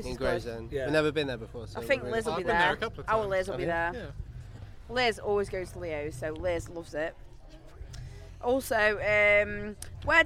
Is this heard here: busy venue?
yes